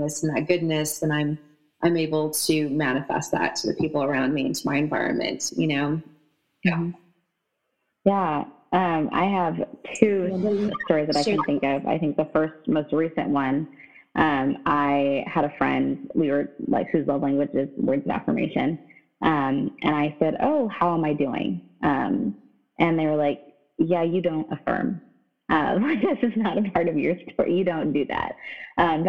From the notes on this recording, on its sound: The sound quality on this episode is sub-standard